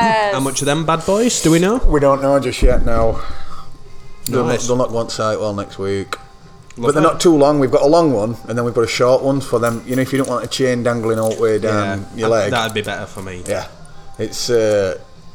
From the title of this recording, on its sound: Live from store